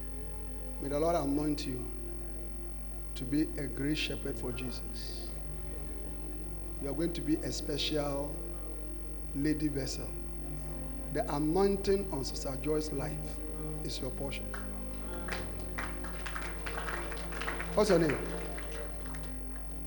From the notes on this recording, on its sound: Preached At The Restoration And Thanksgiving Convention